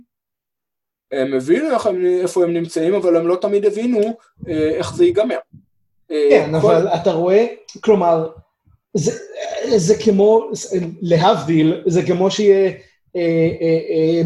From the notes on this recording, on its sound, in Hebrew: הקלטה דרך זום